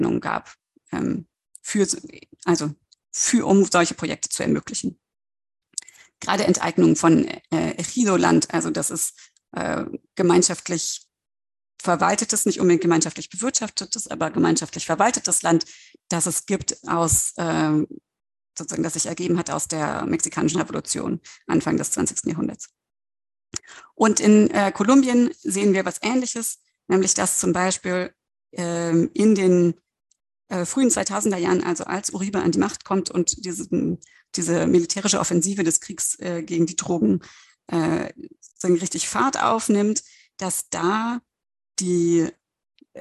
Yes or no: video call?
yes